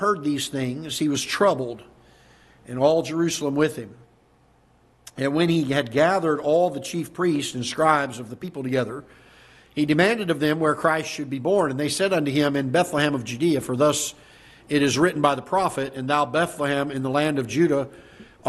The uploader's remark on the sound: Ketha Heights Baptist Church ~ Live Broadcast